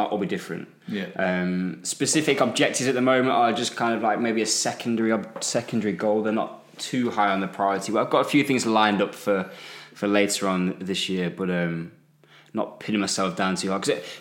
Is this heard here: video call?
no